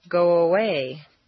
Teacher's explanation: if a word ends in O, your lips are going to be in the forward position, so a W, a W, quite naturally leads into the next sound, go away. You don't want to say go away and break the undercurrent of your voice. · Term: glide